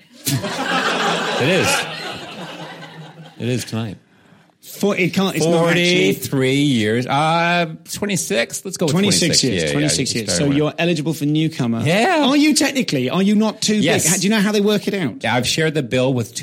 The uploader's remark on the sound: Live at the Edinburgh Fringe